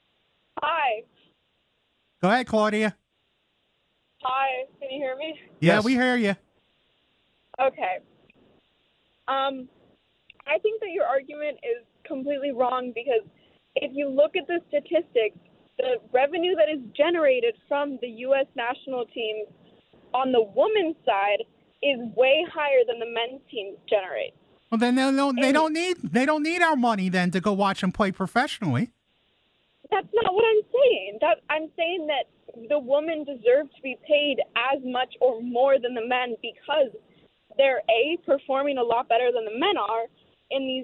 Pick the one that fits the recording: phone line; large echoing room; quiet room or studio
phone line